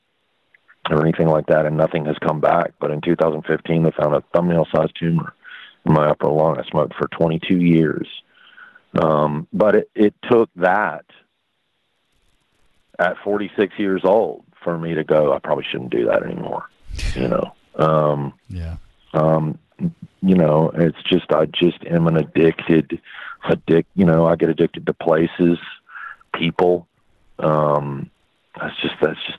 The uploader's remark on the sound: I interviewed him via phone from his home.